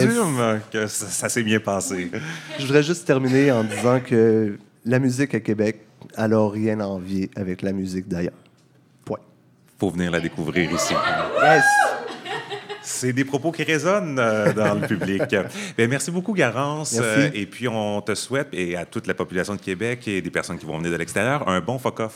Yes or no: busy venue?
yes